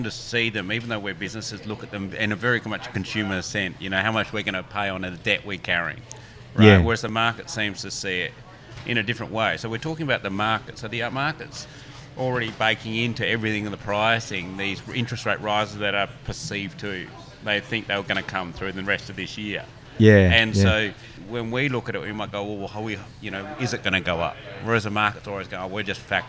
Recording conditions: busy venue